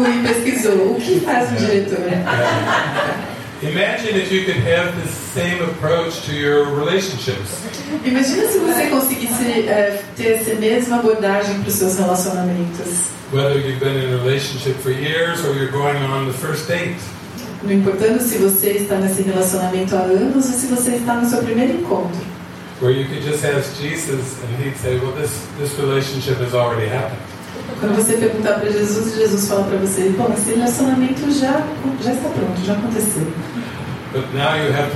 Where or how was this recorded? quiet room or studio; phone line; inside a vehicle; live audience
live audience